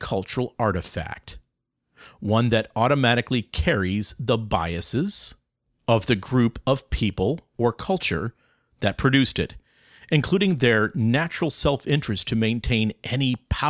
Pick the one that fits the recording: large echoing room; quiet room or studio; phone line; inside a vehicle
quiet room or studio